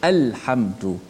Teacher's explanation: bacaannya secara izhar lam tu dilafaz · Term: lam qamariyah